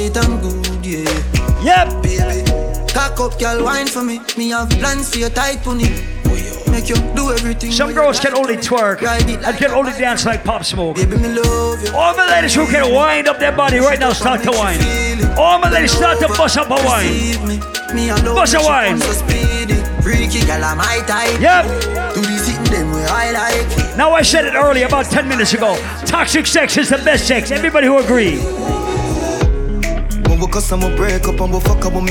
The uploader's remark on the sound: Recording of my segment at Island Saturdays on July 22nd.